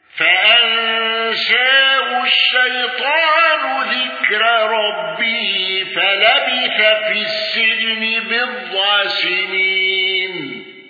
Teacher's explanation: الأزرق بترقيق راء ذكر